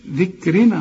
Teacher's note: عن ذكرنا، شوف ذكرنا صح كده لأن كل الحروف مرققة بما فيهم الراء، لأن الراء مكسورة ومدام مكسورة تبقى مرققة